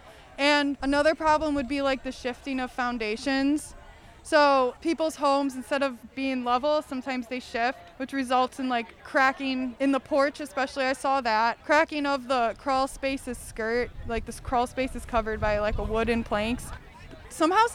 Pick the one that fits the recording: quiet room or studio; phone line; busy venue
busy venue